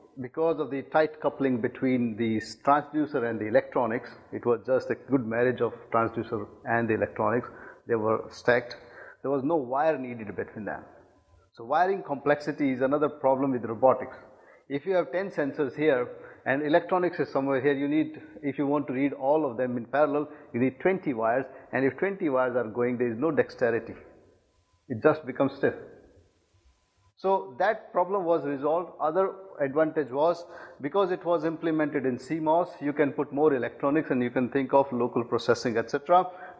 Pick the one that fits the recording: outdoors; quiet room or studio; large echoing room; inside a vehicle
large echoing room